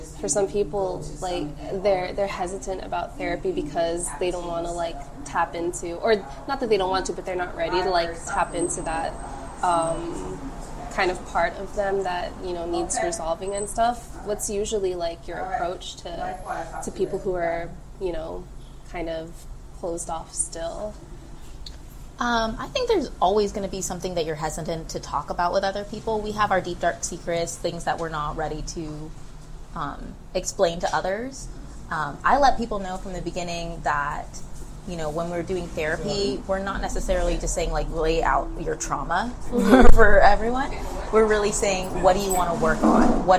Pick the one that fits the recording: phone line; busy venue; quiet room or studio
busy venue